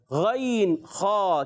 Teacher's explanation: بغیر ہون گول ہوئے غین خوا · Term: حلق کے اوپر والے حصے